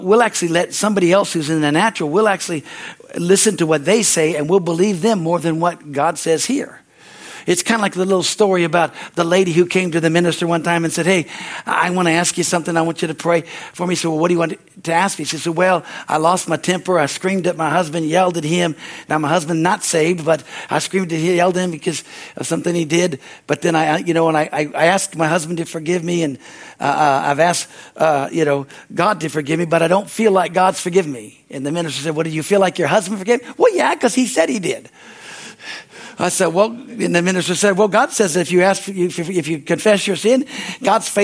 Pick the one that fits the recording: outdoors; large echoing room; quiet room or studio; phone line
large echoing room